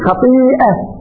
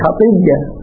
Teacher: الهمزة متحركة قبلها ياء ساكنة، تقبل الهمزة ياء وتدغم الياء الساكنة اللي قبلها فيها في هذه الياء المتحركة · Shown in: second take · فصير خطية. بل كخطية بياء المشددة فإن أصلها خطية على وزن فعيلة فمشبه، يعني الوزن وزن فمشبه.